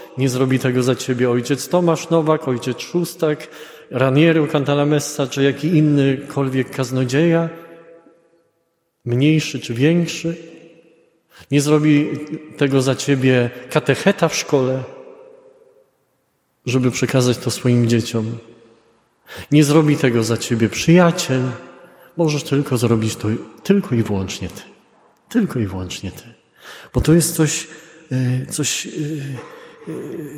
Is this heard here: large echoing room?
yes